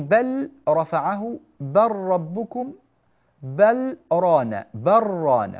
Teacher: ولام بل تدغم في الراء، في بل رفعه بل ربكم بل رانا بل رانا، فنقول بل رفعه بل ربكم بل رانا، هكذا بالإدغام، ولا نقول ولا نعم يعني بالإدغام ولا يجوز الإظهار، وهذا شيء طبيعي وبديهي على اللسان.